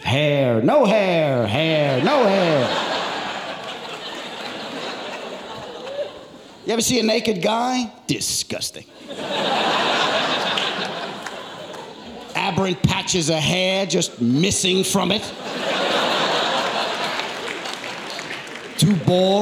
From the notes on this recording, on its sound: takes the stage to regale his audience